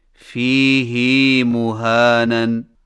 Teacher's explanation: فیہ کی ہا کو کچھ کھینچ کر پڑھیں، یعنی اس طرح فیہ مہانن.